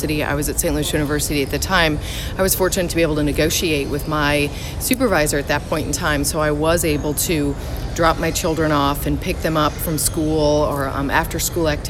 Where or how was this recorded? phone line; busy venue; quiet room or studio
busy venue